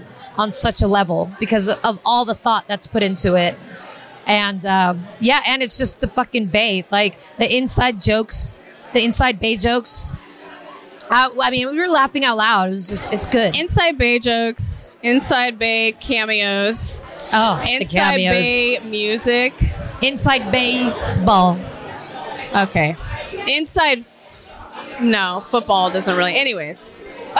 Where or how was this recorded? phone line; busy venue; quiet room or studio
busy venue